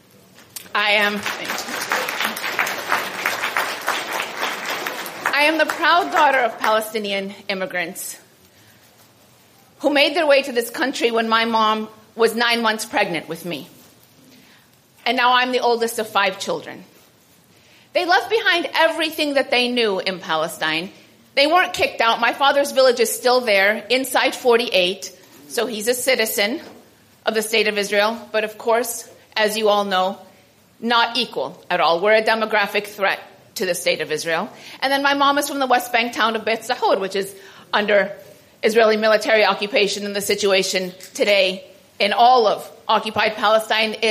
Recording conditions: live audience